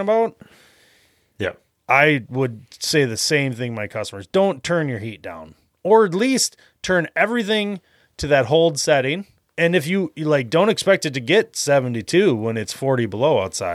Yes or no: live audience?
no